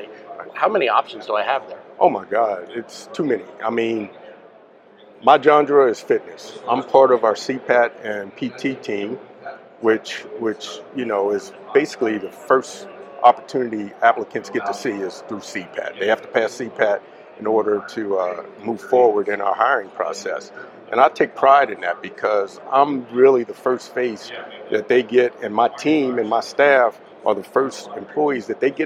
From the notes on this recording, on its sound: on location at Firehouse Expo in Columbus, Ohio